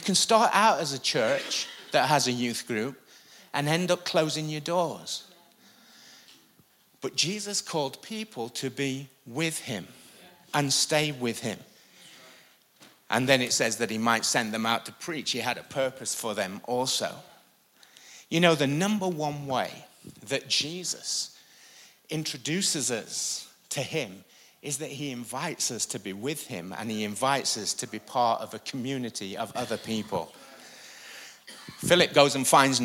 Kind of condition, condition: setting, live audience